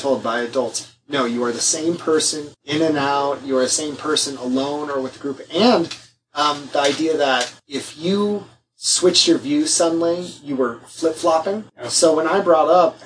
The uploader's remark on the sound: Sadly the audio failed.